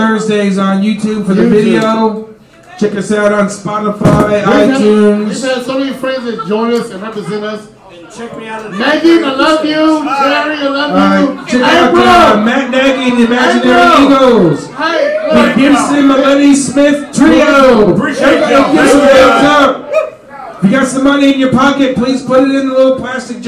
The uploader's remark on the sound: Live from Rebar at the Damn Show. Recorded at Rebar at the Dam.